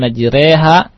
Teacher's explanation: Jadi pembacaan harokat fathah dimiringkan ke kasroh. · Term: imalah